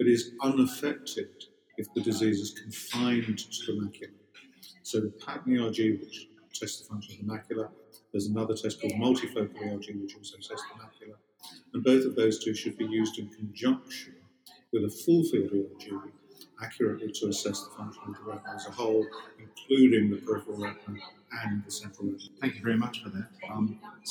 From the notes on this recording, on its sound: You will need to adjust your volume for this one! In this episode, we are recording from the NOSA 2018 meeting in Melbourne.